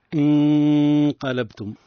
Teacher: من نون عند القاف لابد أن نبدأ بالترقيق ثم ننتقل إلى التفخيم · النون قبل القاف، وهي حكمها الإخفاء مع الغنة